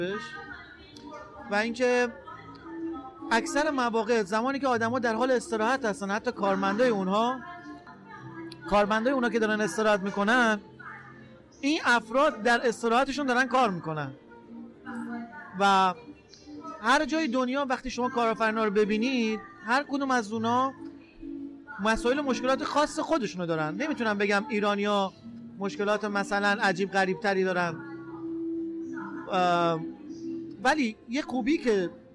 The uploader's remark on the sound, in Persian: این قسمت در نمایشگاه ETex گیلان ضبط شده